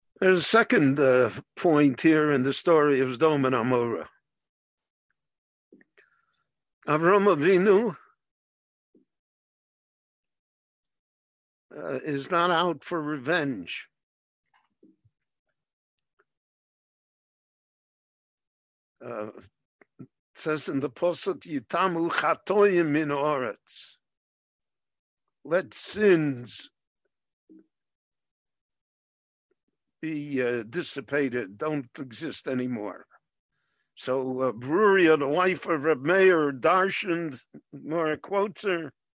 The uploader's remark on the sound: via Zoom in Jerusalem